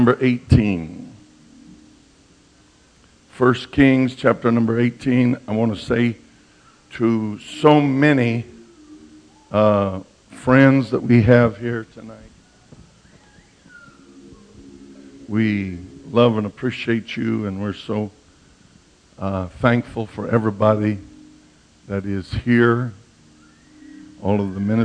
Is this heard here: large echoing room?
yes